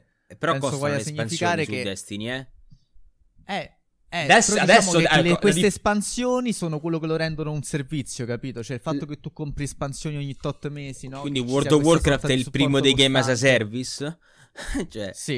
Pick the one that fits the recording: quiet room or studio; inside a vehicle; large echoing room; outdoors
quiet room or studio